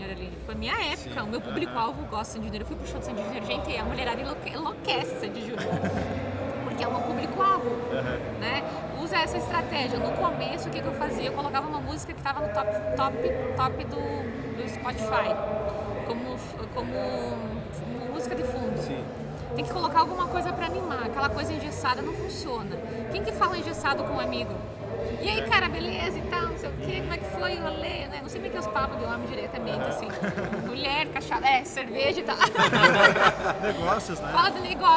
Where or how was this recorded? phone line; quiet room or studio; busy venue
busy venue